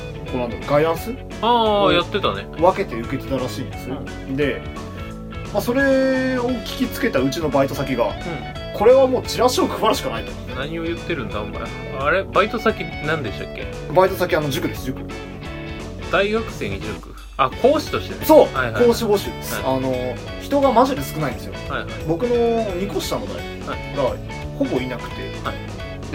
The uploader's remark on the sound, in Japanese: 録音機材：iPhone7